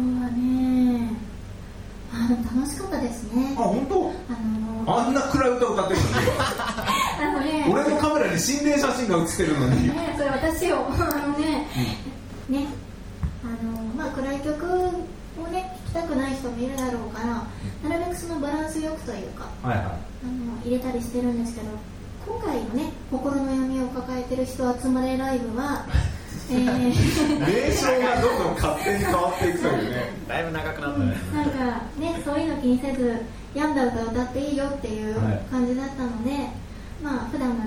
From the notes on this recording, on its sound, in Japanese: ライブ後のライブハウスでの公開ポッドキャスト収録